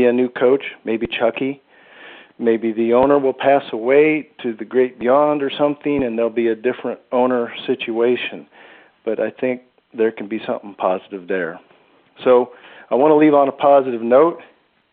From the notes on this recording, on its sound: Raider Nation “Boneline” Call-in Segment